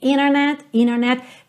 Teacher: É um pouco parecido com aquela situação que acontece, por exemplo, na palavra internet, que em inglês pode ser internet, internet. Então, você tem um T que vem logo depois de uma letra N, às vezes esse T some.